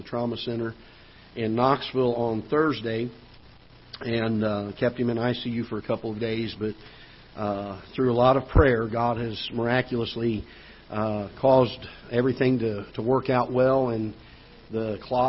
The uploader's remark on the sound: Ketha Heights Baptist Church ~ Live Broadcast